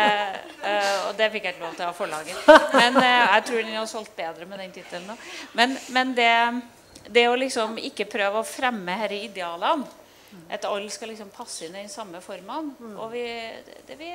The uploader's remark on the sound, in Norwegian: Panelsamtale på Arendalsuka. Dene panelsamtalen arrangerte jeg som en del av Prosjekt Åpenhet.